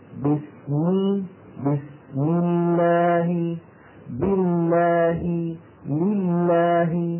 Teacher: إن كان لفظ الجلالة مسبوقا بكسرة ترقى